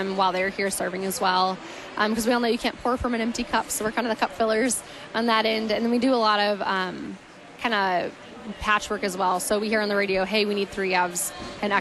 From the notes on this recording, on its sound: Live from the 2019 LCMS National Youth Gathering